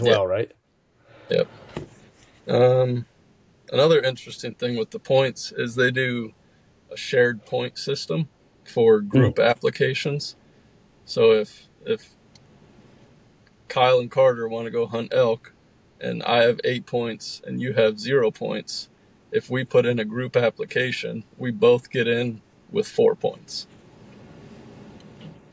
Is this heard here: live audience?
no